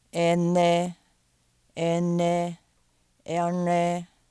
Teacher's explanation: 3 apical, tip of tongue, nasals. Dental, alveolar, and retroflex.